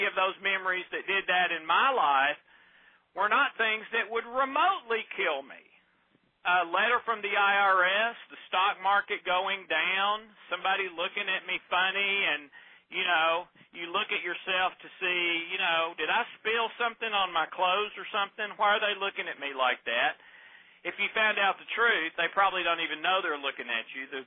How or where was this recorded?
phone line